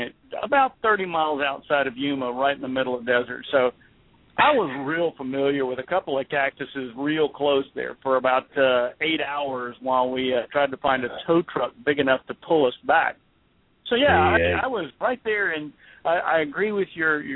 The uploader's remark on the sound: calling in live from a firefighting exercise